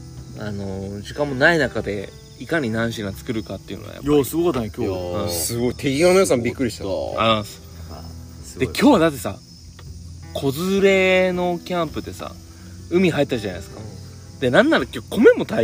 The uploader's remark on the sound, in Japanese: 福岡市西区にある唐泊VILLAGEで。収録の日はお盆だったので焚き火で先祖を迎えております。